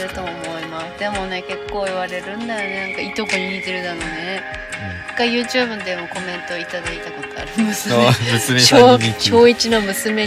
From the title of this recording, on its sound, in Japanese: 車内からお届け